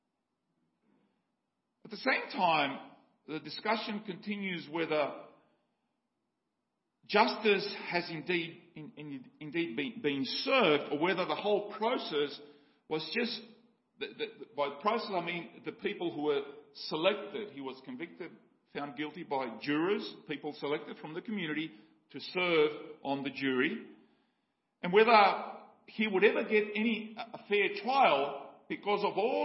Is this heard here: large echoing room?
yes